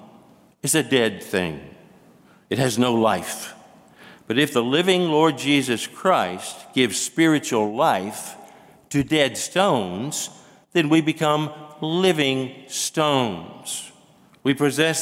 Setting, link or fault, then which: setting, large echoing room